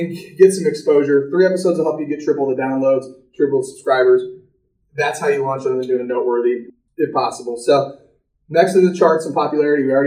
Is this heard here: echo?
yes